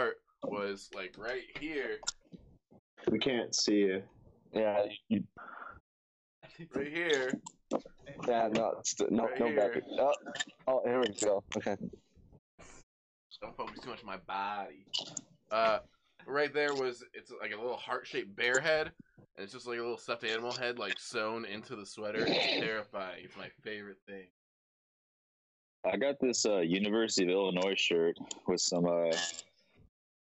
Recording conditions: video call